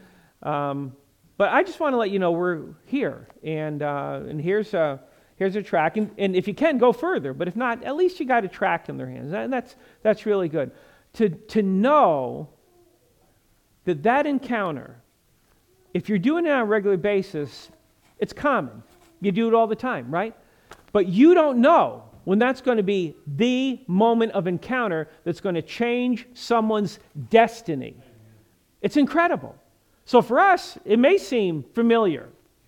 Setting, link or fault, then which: setting, large echoing room